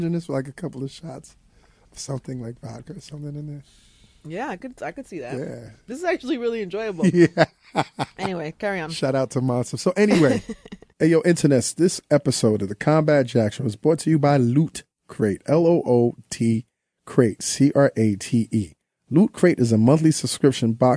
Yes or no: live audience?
no